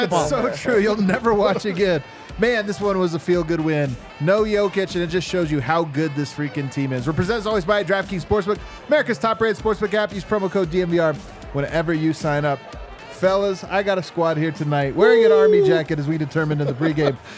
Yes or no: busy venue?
yes